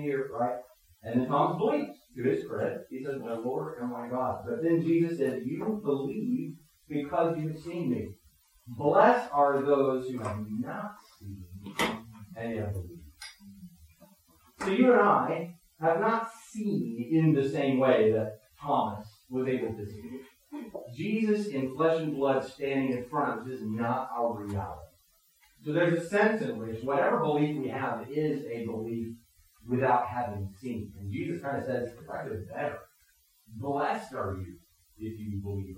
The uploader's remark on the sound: Technical difficulties affected the quality of this recording.